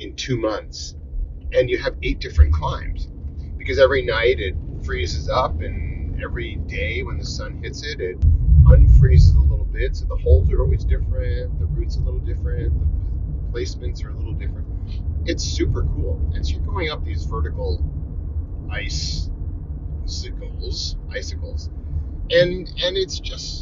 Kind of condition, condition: setting, inside a vehicle